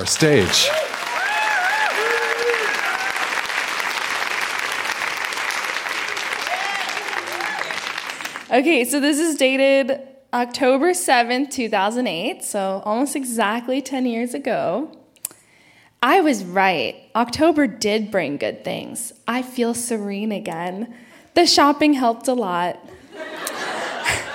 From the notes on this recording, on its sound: Recorded live at the Royal Cinema in Toronto in partnership with The Word on the Street Festival.